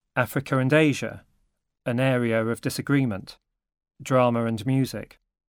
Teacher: Vowel hiatus. English speakers often insert an unnecessary R between two vowels in adjacent words. · Term: intrusive R